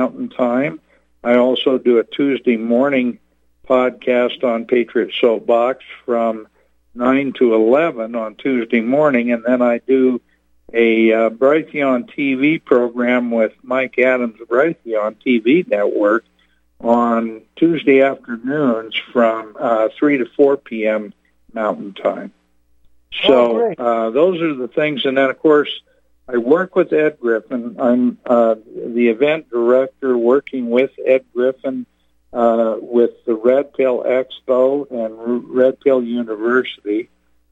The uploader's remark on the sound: Call in Guest